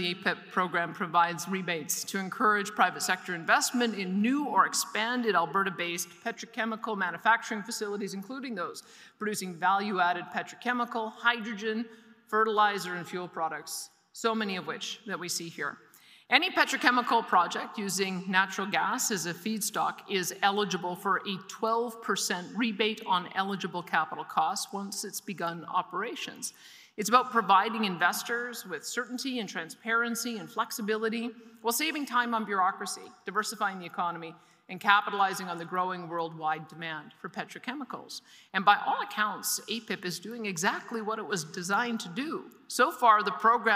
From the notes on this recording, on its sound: delivered a keynote address at the Industrial Heartland Association Annual Conference in Edmonton